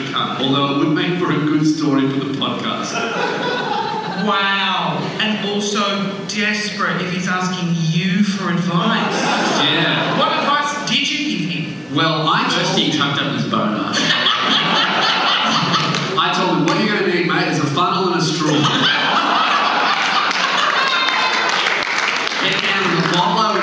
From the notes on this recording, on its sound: LIVE ON STAGE. Please enjoy this incredibly fucked up live show.